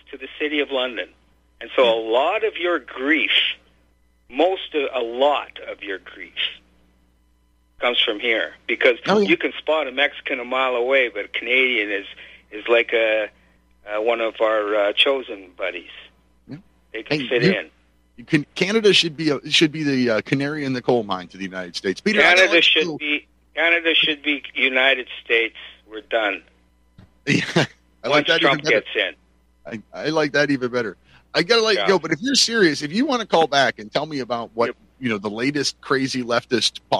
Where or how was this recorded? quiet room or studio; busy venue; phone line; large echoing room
phone line